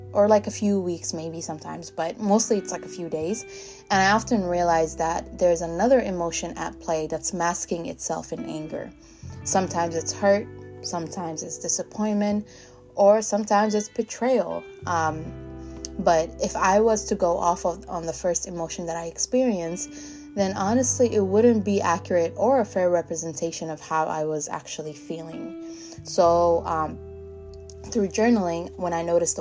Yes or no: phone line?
no